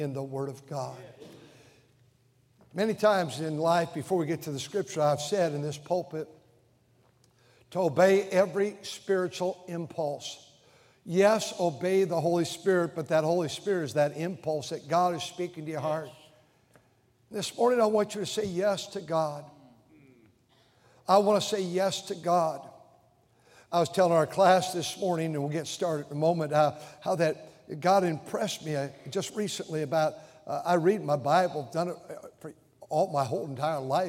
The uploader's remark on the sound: during the Sunday Morning service on March 12, 2023, at North Valley Baptist Church in Santa Clara, California.